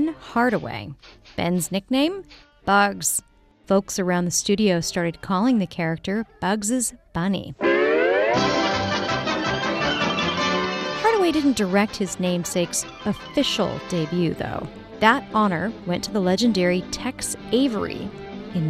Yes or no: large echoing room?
no